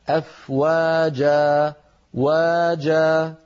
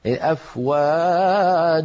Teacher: فليست وا بأطول من جا ولا العكس، لابد أن تكونا بالطول ذاته · Shown in: first take